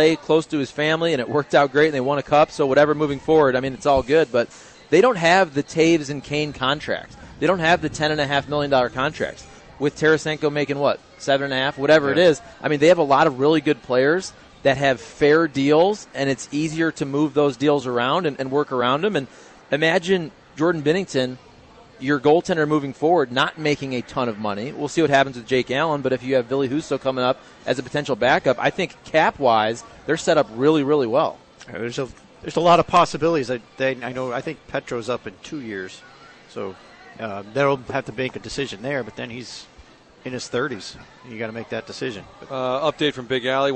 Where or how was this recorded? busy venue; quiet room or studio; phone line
busy venue